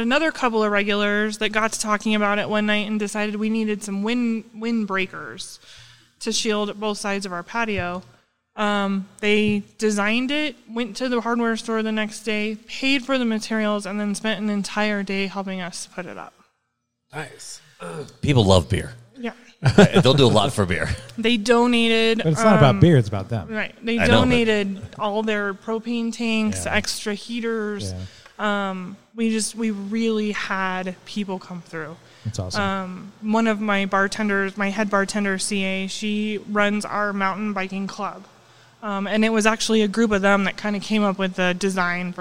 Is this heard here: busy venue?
yes